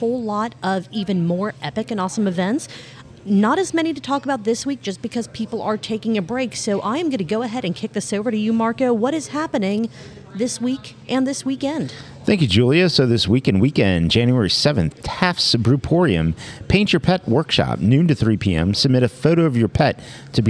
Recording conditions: busy venue